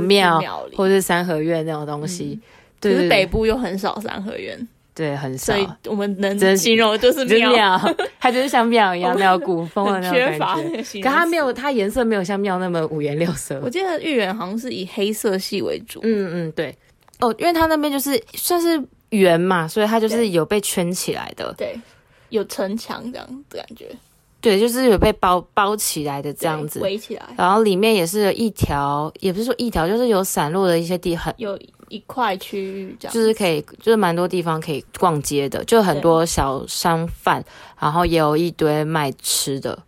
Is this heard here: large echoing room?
no